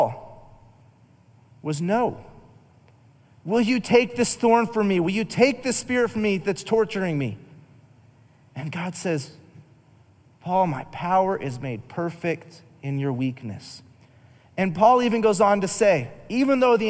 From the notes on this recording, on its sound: Recorded live during our Wednesday night service